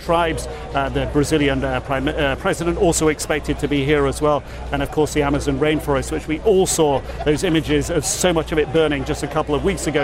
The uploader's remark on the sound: live from the New York Stock Exchange